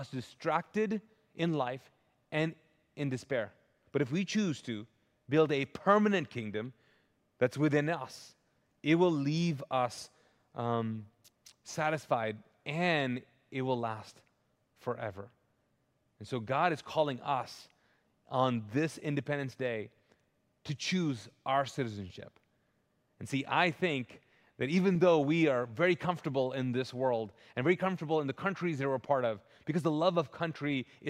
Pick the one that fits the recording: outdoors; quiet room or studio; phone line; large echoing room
large echoing room